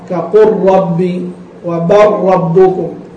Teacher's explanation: فإن اللام تدغم في الراء · Term: تدغم اللام في الراء